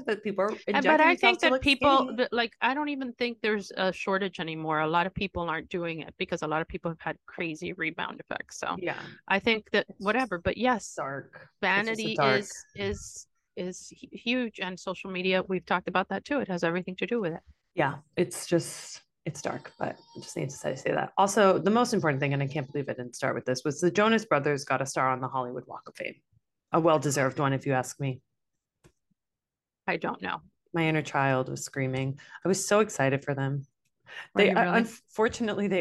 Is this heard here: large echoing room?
no